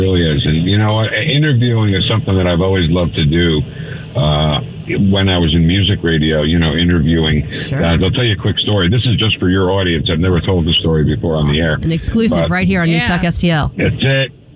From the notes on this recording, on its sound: joins us on the phone